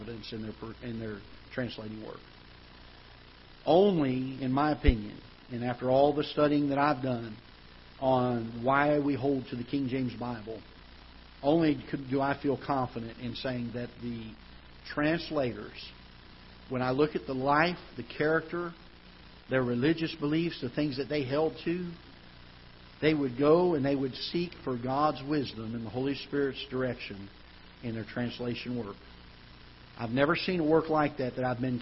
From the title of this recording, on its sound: Ketha Heights Baptist Church ~ Live Broadcast